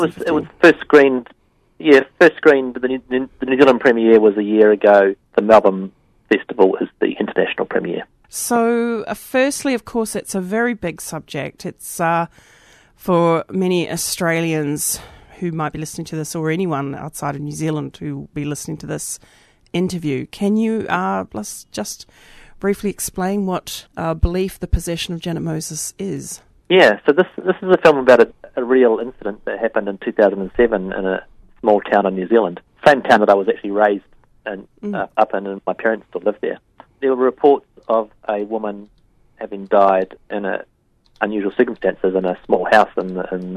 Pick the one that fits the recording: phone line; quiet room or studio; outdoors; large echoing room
phone line